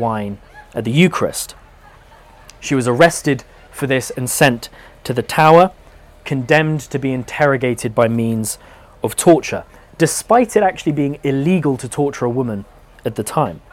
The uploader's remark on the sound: Live at Chalke Valley History Festival 2023. In this talk, recorded live.